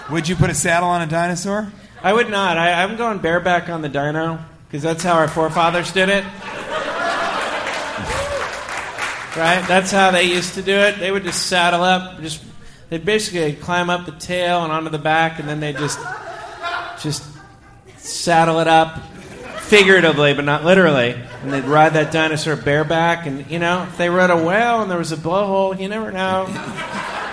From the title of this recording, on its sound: Live from Legends Mall